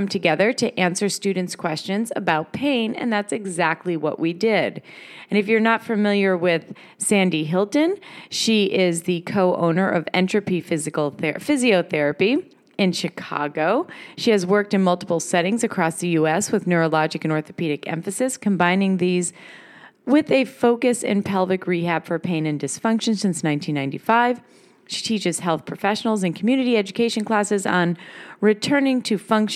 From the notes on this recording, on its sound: LIVE from the Combined Sections Meeting in New Orleans, Lousiana